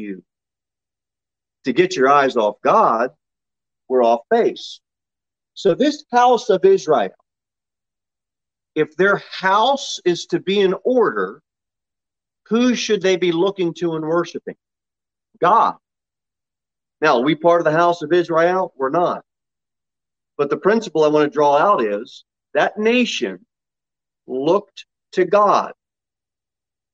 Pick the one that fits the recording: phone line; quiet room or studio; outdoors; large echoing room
large echoing room